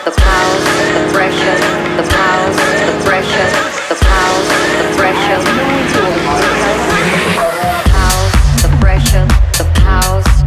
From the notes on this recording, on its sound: Burning Man 2019 - Live at Ali Bar-Bar.